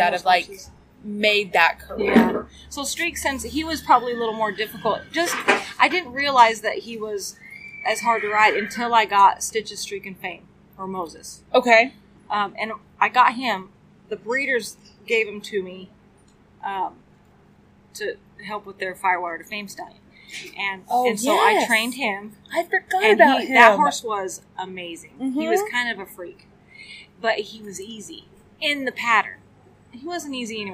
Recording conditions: sounds in the background